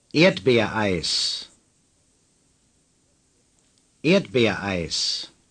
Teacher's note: The word Erdbeereis consists of three distinct syllables, with the stress on the first one.